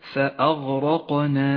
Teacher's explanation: لاحظ حرف القاف حرف مفخم مقلقل